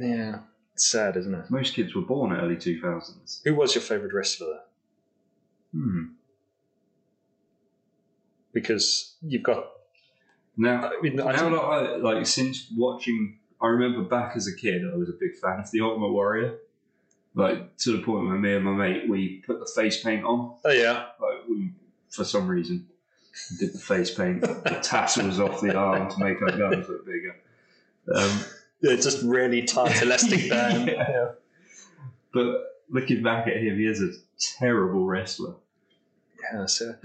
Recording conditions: poor sound quality